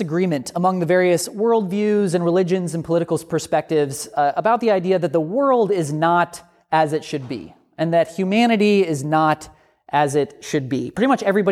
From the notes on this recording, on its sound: A sermon from Grifton United Methodist Church